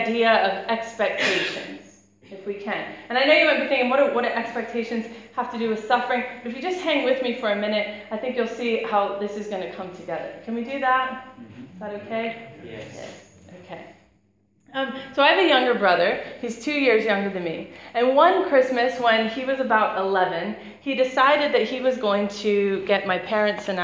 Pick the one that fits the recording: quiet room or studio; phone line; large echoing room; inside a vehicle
large echoing room